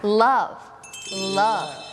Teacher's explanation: ตัว Lลิ้นมันจะแตะที่หลังฟันบนค่ะหรือบางทีมันก็ยื่นออกมาระหว่างฟันบนกับฟันล่าง